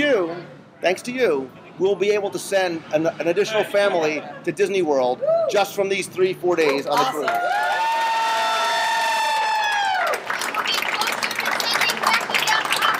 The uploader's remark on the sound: Live from the Disney Dream